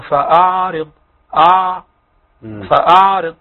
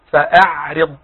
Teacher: بعض الناس لا يخرجون حرف العين. تمام. فيشبهونه بالالف · Shown in: first take